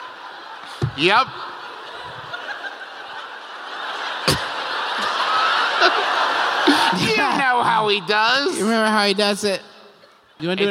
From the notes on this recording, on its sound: We've prepared for you one more live show -- this time, from Seattle's beautiful Paramount Theater!